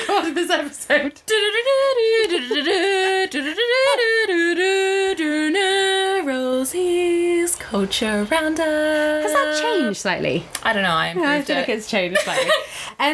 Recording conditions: background noise